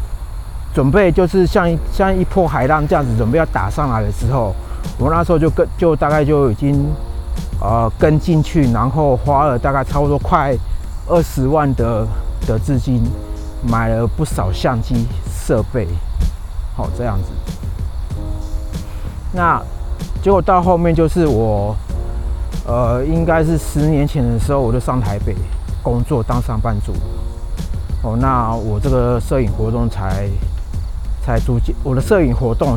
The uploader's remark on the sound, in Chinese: 邊走邊講，這晚我在河濱講。本集順便測試戶外的環境收音情形，感覺效果不錯，只是風大會吹爆gain，還好是幾秒時間。